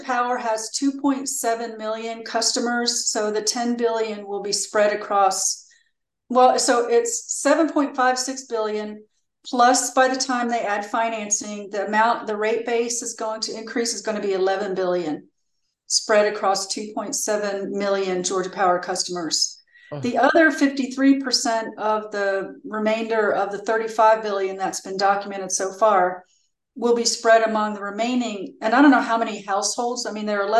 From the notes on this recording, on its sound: Our GREEP zoom #156